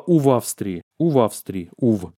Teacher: как только следующий гласный, вы получите предлог «уво»